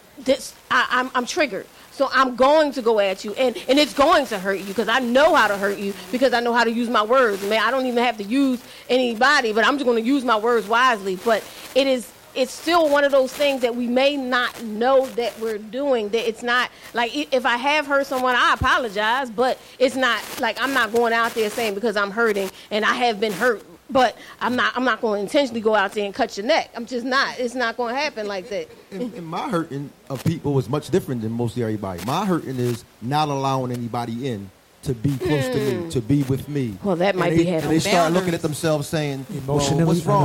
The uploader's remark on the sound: This podcast episode was recorded in front of a live studio audience